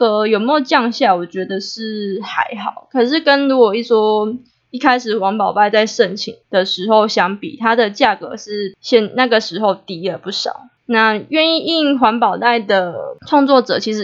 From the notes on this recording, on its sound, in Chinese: 夭壽麥克風收音超爛